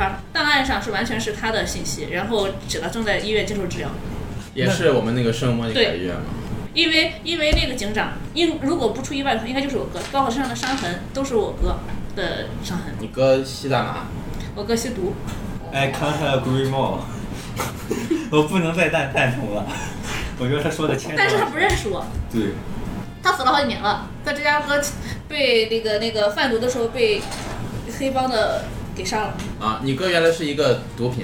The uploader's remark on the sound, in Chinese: 这是兔子洞第一次尝试将我们平时跑团的过程录制下来。因为录制的环境和大家散座的位置，收音的质量可能比较差。